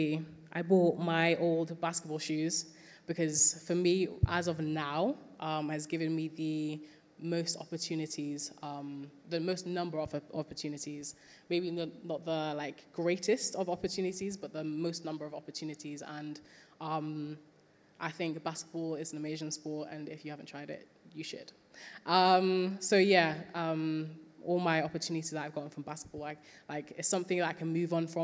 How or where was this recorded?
busy venue